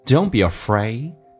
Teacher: Be 轻轻点一下，Don't be afraid.而且 be 可以说成短元音，因为它不被强调